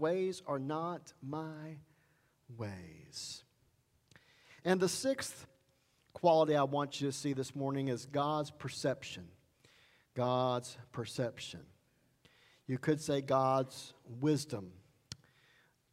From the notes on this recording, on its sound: Sermon Recorded Sunday September 26 at Highland Baptist Church